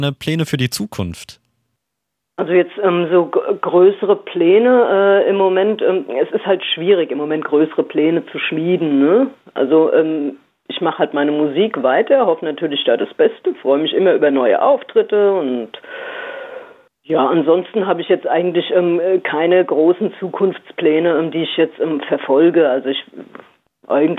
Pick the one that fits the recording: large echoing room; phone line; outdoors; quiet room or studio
phone line